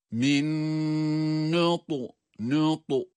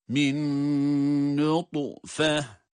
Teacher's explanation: Bakınız galgale sesi. Ses, harfin sesinin patlaması.